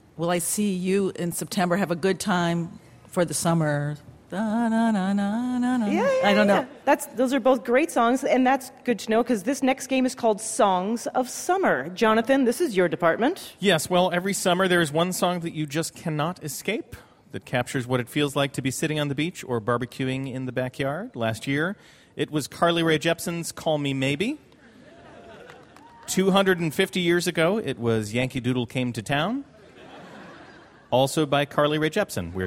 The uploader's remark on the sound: LIVE From Central Park. This summer spectacular, recorded outdoors in New York City's Central Park, is a jam-packed show.